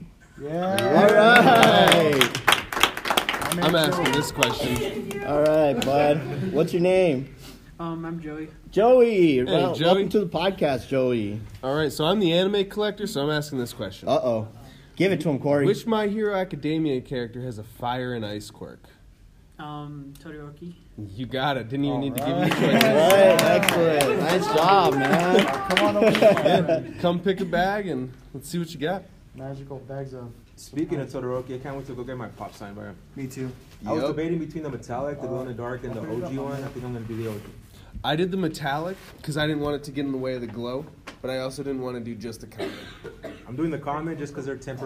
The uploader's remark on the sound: In todays episode we did our very first live panel at the Albuquerque Comic Con in Albuquerque, NM.